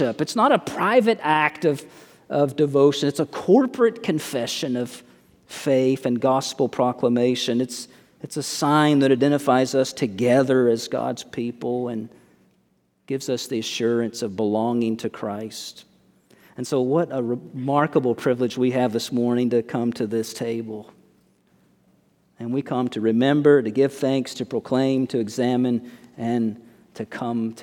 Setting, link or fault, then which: setting, large echoing room